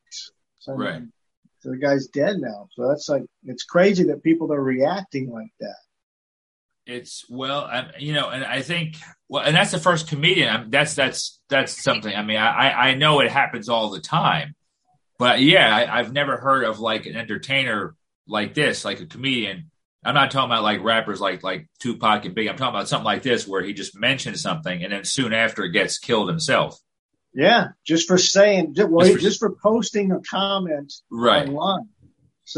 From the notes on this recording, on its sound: It's our first Zoom episode!